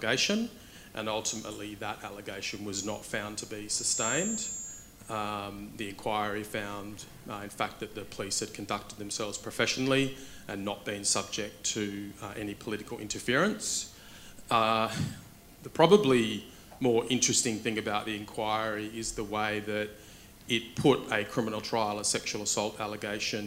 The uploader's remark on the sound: Welcome to a special "recorded live" episode of the wigs! The Wigs were invited to attend and live record an episode at the Australian Criminal Law Congress 2023 in Byron Bay. To live record the episode before an audience of lawyers from across Australia.